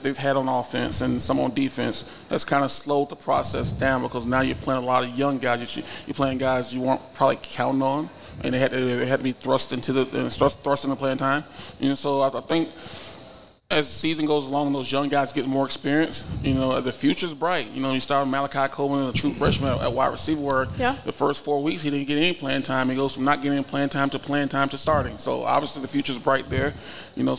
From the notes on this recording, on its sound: Live at the Hurrdat Sports Bar & Grill